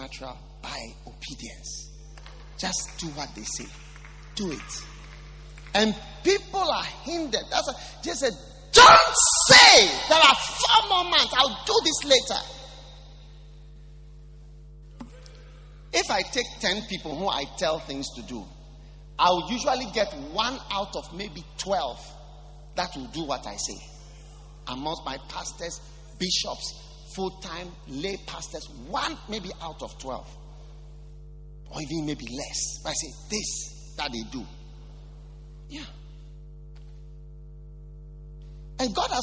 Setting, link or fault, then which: setting, live audience